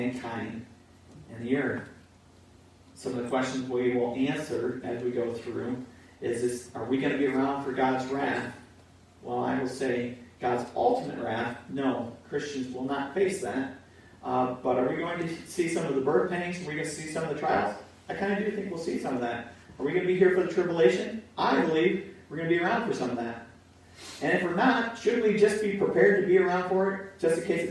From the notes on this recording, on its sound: Pour Audio